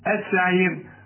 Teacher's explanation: والله القرآن سهل اهو، النون برضو عليها الشدة هتغن في اصحاب، هتمد اربع حركات بس عند الوسط، لكن ما تقولش اصحاب وما تقولش حاب حاب، اصحاب حاب، في اصحاب السعير. الراء طبعا هنرققها عند الوصل وعند الوقف، عند الوقف قبلها ياء